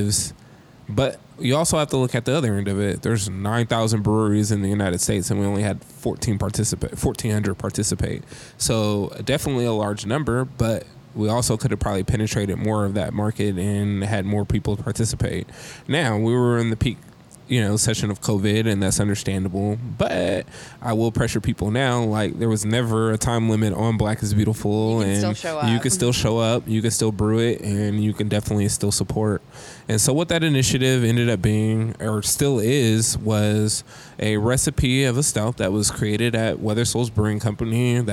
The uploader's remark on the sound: We're here LIVE at the 18th Annual Hop & Brew School , hosted by Yakima Chief Hops (YCH)! We're here LIVE at the 18th Annual Hop & Brew School , hosted by Yakima Chief Hops (YCH)!